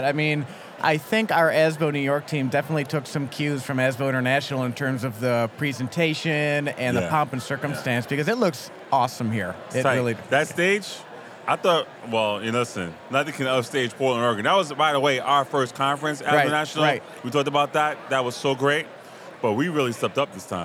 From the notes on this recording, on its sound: Today we’re coming to you LIVE from the ASBO New York Education Summit trade show floor. Flag down those passing by to get their take on such a wonderful organization!